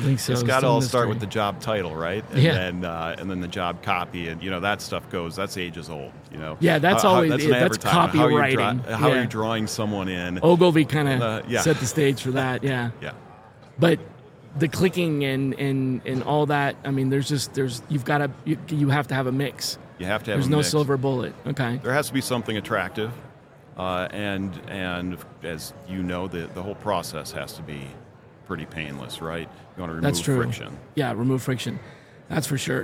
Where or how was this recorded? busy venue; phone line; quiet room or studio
busy venue